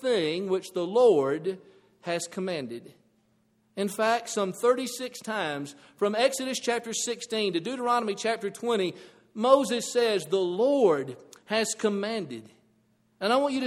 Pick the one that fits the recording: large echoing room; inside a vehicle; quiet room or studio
large echoing room